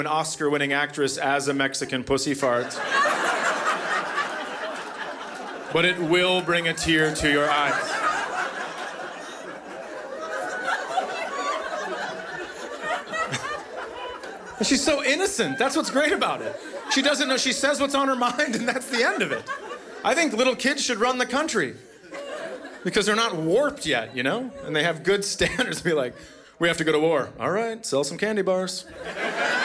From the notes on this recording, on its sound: Recorded live at the Acme Comedy Co. In Minneapolis.